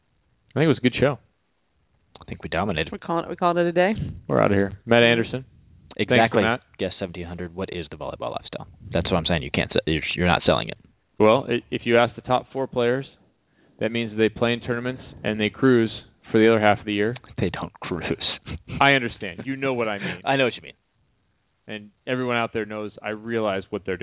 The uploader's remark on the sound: will be calling